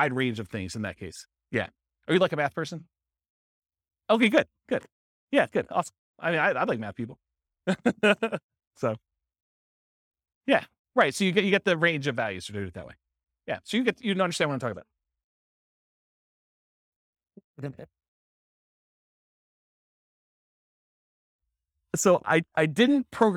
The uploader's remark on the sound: This was a live class recorded